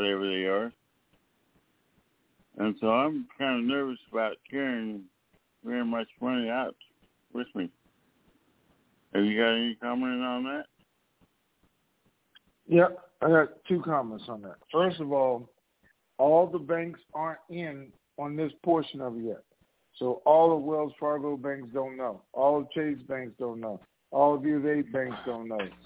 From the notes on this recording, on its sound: TNTSuperfantastic Conference Call